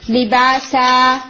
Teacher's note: جب آپ اس کے اوپر سٹاپ کریں گے تو نون ختم ہو جائے گا. لباسا یا ایون اگر بما چان یا کسرہ تان کے ساتھ ہو تب بھی یہ ورڈ لباس پڑھا جائے گا.